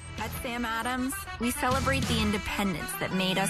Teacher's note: a young woman who has some amount of creak or fry in her voice